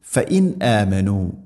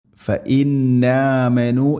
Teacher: സാക്കിന നൂന് ശേഷം ഹംസ വന്നാൽ ഇർഹാർ, വെളിവാക്കി, അഥവാ ഹംസയെല്ലാം കൃത്യമായിട്ട് ഉച്ചരിക്കണം. · Shown in: first take